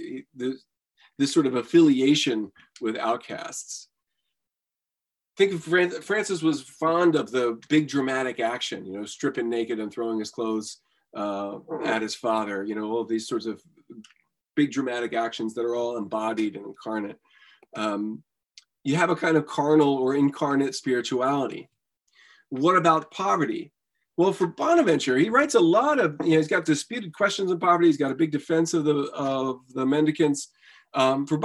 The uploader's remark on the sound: A webinar lecture. Part of a spring webinar series.